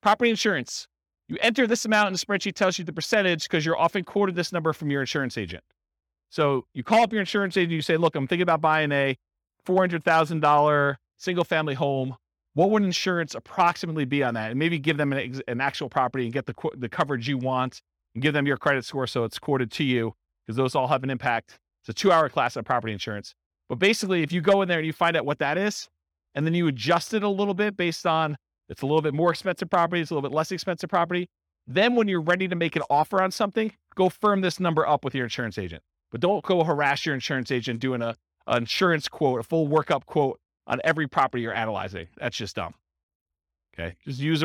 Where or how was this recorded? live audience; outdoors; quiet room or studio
live audience